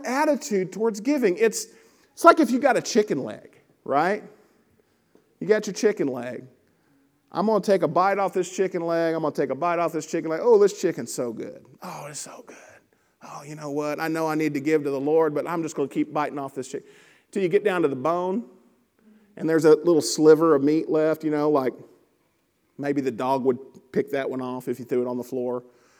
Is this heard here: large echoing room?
yes